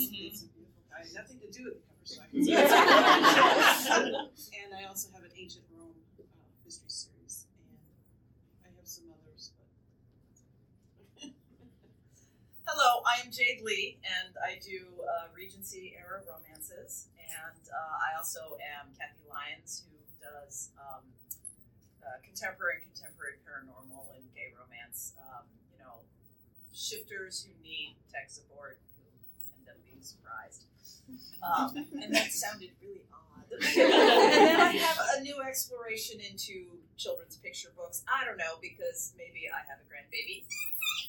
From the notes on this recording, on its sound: Live from the 2022 Historical Romance Retreat in San Diego. This episode was filmed and recorded from an iPhone and is presented unedited (but mastered).